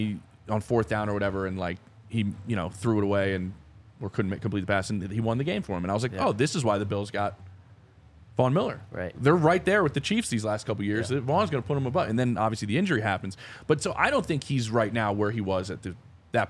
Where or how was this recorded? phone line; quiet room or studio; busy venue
busy venue